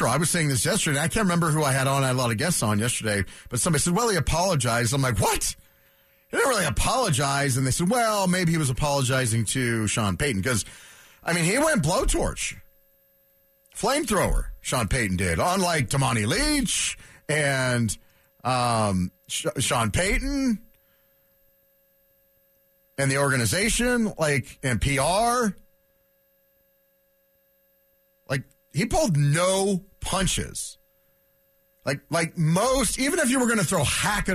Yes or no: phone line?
yes